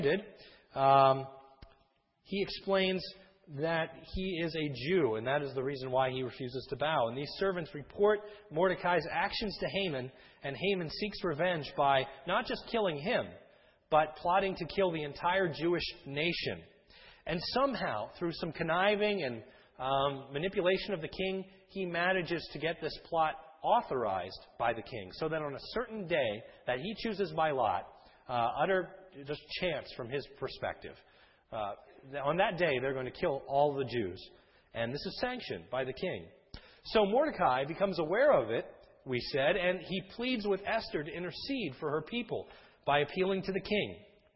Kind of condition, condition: setting, large echoing room